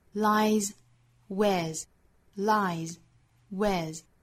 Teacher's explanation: 一个是 lies,一个是 wears,尾部的 s 都读浊辅音的 z